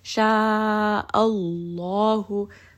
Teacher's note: the name of Allah here is going to be heavy because the letter before has a fatha